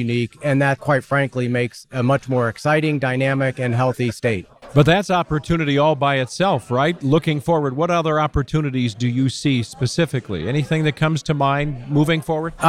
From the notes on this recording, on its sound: Inside the 2022 Mackinac Policy Conference. We’ll be bringing you conversations from the Mackinac Policy Conference.